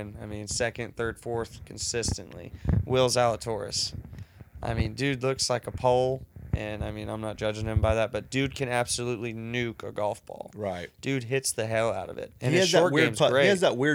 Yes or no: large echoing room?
no